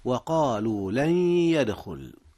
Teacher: إدغام بغنة، حيث أدغم نون لن في ياء يدخل، ولا بد من الغنة، بحيث يعطى كل حرف من الحرفين 50% فحسب من مخرجه.